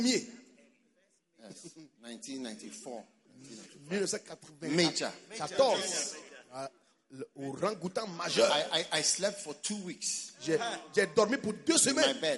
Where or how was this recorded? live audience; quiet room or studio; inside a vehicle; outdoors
live audience